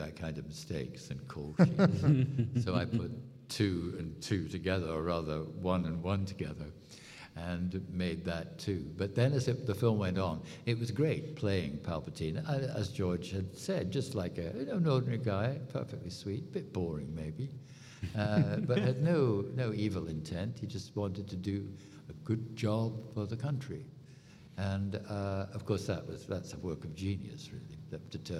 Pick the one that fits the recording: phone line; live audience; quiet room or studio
live audience